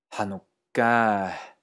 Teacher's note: Bueno, pues la forma más tradicional que podríamos suponer, digamos que sería la bíblica, sería Hanukkah, es decir, con un sonido K alargado. Hanukkah, con una A alargada al final. Hanukkah, y una leve aspiración final también.